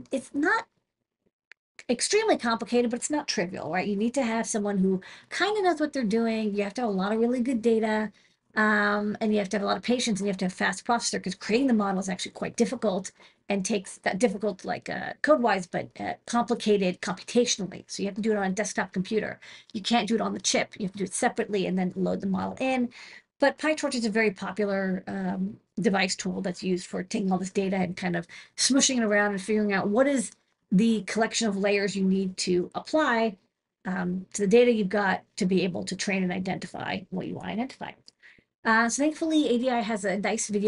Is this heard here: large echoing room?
no